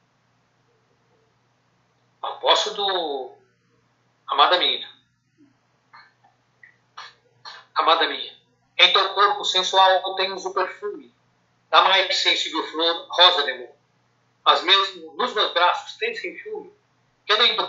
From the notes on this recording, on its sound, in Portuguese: terceira live entrevista, realizada quinta-feira 30/04/2020